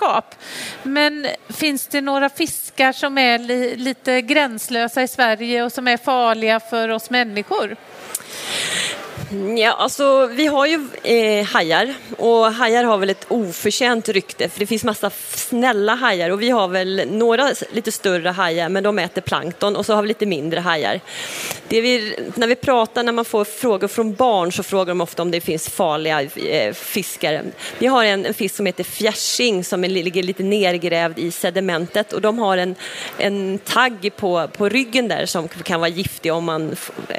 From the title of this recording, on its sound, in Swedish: Livepodd från Vetenskapsfestivalen